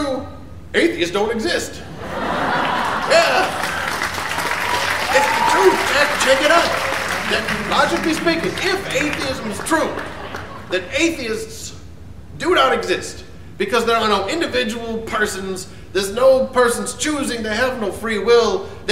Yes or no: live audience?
yes